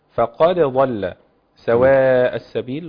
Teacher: حفص لا يدغم الدال في الضاد